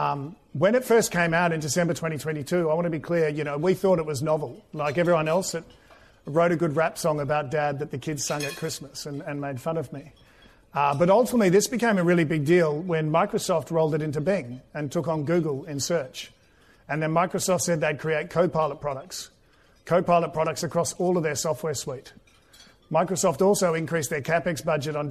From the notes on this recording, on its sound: This episode was recorded in Melbourne on 16 August 2023, the final event in the Global Growth roadshow.